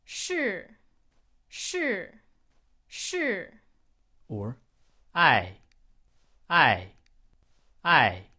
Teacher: The fourth tone starts around the top of your range, then drops down to the bottom of your range very quickly. It's a falling tone, and it sounds like...